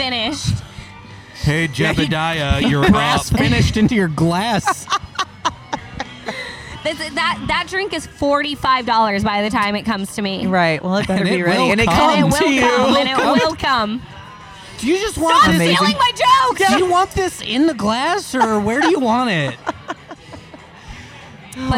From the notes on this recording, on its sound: The team decided to hit up a local restaurant/bar in Fort Worth called Rogers Roundhouse and things took a hard left as soon as the mics were turned on.